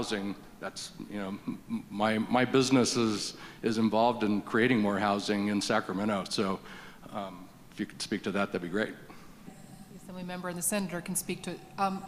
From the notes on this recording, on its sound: This Special Episode was recorded Thursday, March 9, 2023 at Capitol Weekly's Conference on Housing, which was held live in Sacramento at the California Endowment Conference Center.